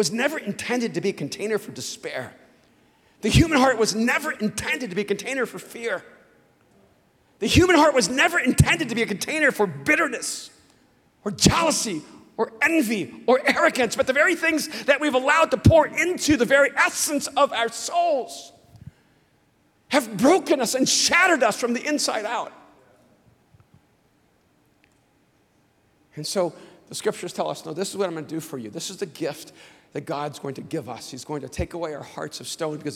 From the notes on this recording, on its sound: speaks on TBN's Praise at Mosaic Conference